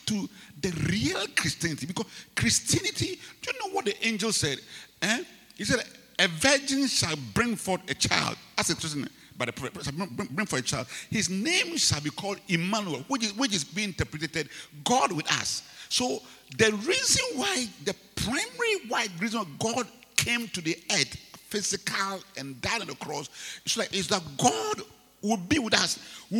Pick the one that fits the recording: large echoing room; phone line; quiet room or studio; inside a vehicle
large echoing room